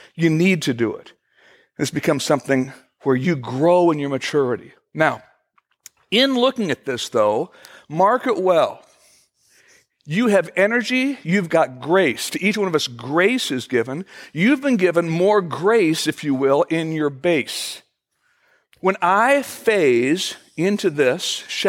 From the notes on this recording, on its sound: At Fellowship Missionary Church, Fort Wayne, IN.